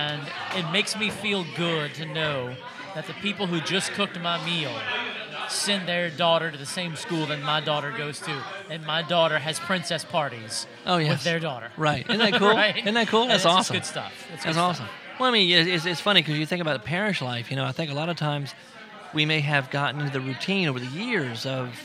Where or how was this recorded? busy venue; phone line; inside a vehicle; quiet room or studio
busy venue